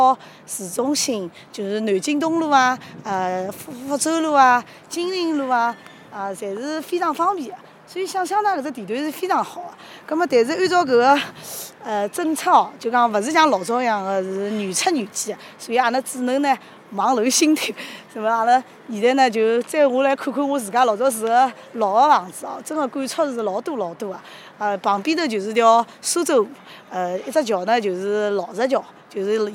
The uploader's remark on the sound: Walking around the area